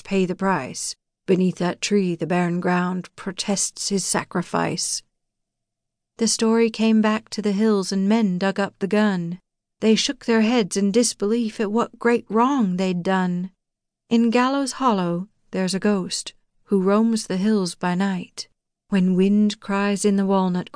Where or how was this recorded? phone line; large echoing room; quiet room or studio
quiet room or studio